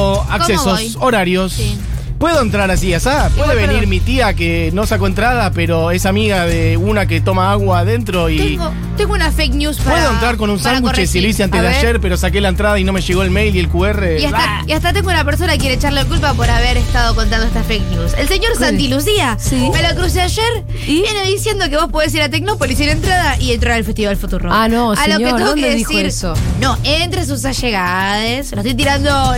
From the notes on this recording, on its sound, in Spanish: conferencia de prensa Festival Futurock en Tecnópolis